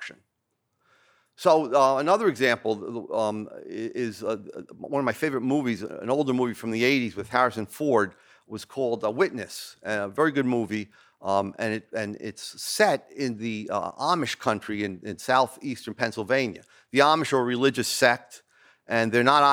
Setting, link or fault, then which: setting, large echoing room